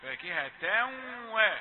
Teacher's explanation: إدغام تنوين فاكهة، فاكهة و مع الواو، وهو إيه؟ إدغام وفيه الغنة